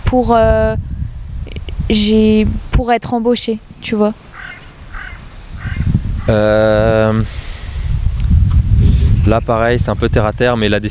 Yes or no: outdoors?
yes